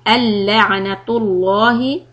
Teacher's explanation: لام heavy because of dhamma on letter ta